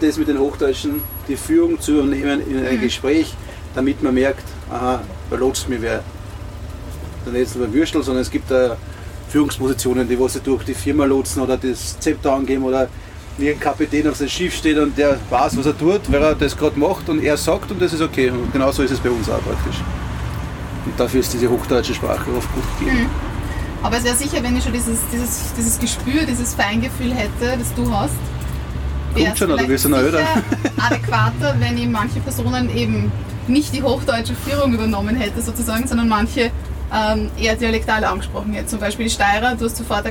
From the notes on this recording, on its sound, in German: live vom Würstelstand „Zum scharfen René“ am Schwarzenbergplatz im ersten Bezirk in Wien